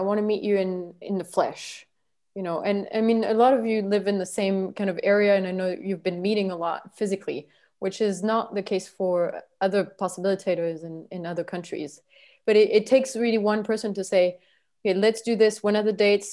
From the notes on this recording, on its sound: This Zoom call is between a member of the Possibility Management Trainer-Trainer Training School (TTTS) and the members of one of the Regional Possibilitator Training groups.